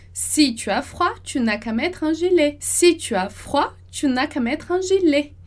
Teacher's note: E aqui eu tenho froid e gilet, que vão marcar o final das minhas unidades de sentido, o final dos meus períodos. · Term: marcação